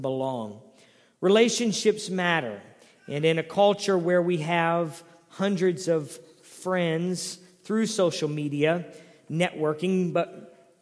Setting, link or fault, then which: setting, large echoing room